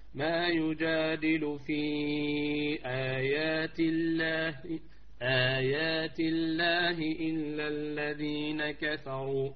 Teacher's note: نعم حفص الحكم من زدانيتا حركتين فقط، المد البدل، مد البدل غا حفص حركتين فقط